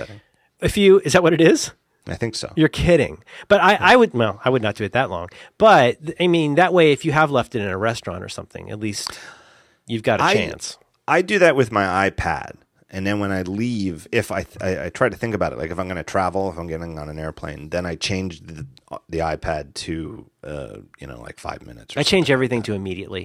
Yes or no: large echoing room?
no